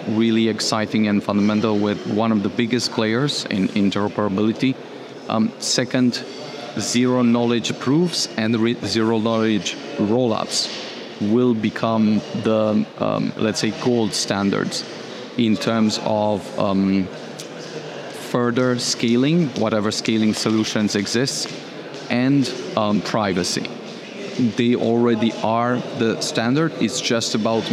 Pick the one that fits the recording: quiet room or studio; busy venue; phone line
busy venue